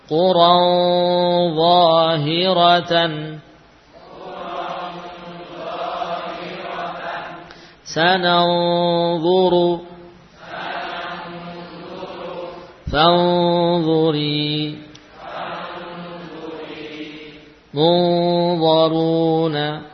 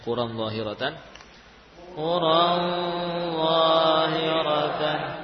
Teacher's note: nun sukun yang bertemu dengan sad, dad, ta, dha dan qaf, ya, suaranya menebal · Term: ikhfa